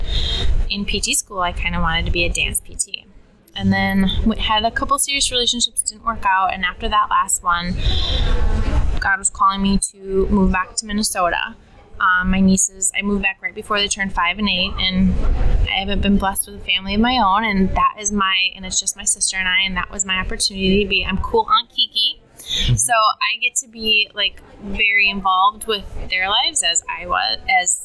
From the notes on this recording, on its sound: While attending Smart Success PT Live in Clearwater Beach, Florida during Memorial Day weekend 2018.